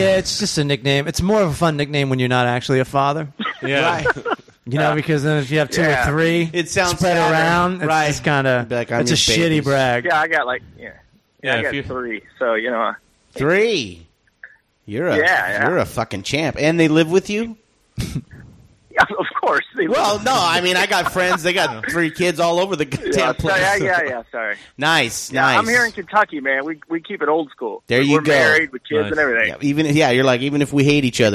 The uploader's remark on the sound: The boys take listener's phone calls.